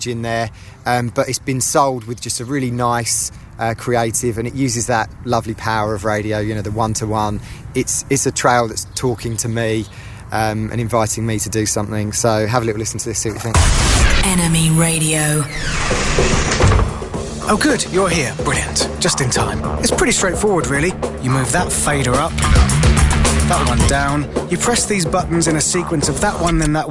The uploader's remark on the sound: we recorded early on Friday morning in a stiff breeze in Regents Park, London